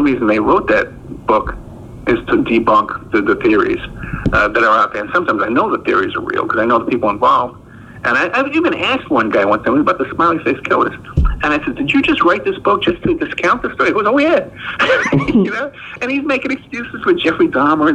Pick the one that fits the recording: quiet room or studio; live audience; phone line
phone line